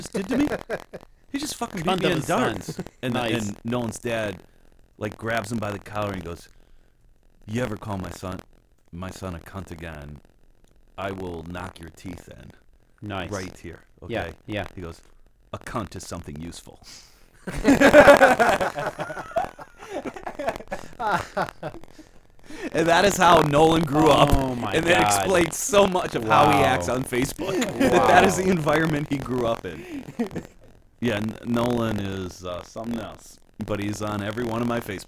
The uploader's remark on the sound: We experienced some minor difficulties with the audio tracks this week and spent too much time trying to fix them to no avail.